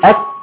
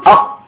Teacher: لو جينا نعد، يبقى اللي تحت ده كده اسمه اقصى اللسان عند الحته لما بتضيق، بعد كده هنقول ده وسط اللسان عند الكفه بتاعت الايد دي كده، ده وسط اللسان، هي كده حافتي اللسان، طرف اللسان. طيب اقصى اللسان ده مخرج في حرفين، منين؟ من عند اقصى اللسان، مخرج الكاف ثم مخرج القاف